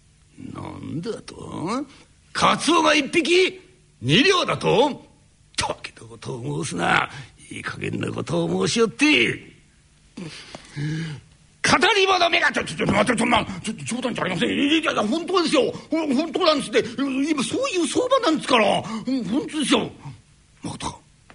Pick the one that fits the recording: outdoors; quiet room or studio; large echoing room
large echoing room